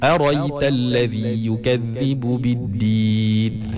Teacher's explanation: Hamzah yang lepas ra tu dia buang. So tak ada. · Term: hadaf